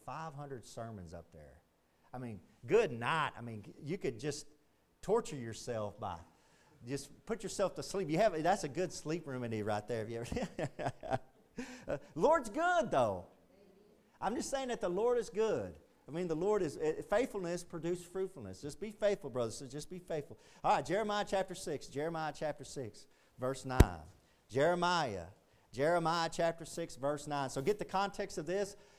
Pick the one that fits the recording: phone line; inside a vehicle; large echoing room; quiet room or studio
large echoing room